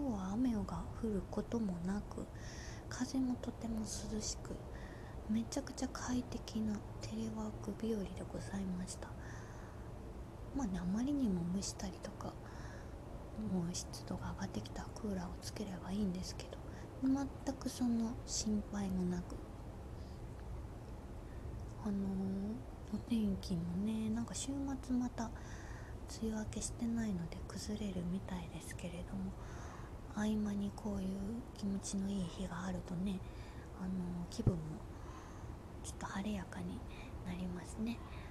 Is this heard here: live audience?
no